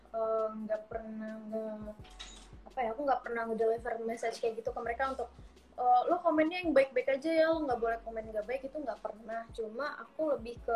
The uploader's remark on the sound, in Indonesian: detikcom berkesempatan untuk melakukan Instagram Live